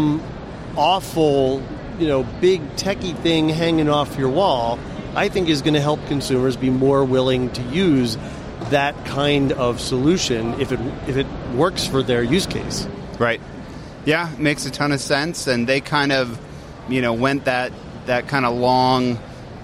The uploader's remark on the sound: Talk live from the show floor at CES 2020.